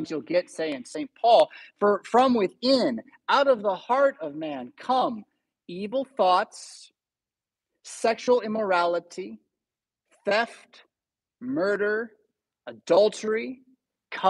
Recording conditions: large echoing room